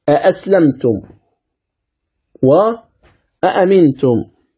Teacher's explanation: تحقيق الأولى وتسهيل الثانية بين بين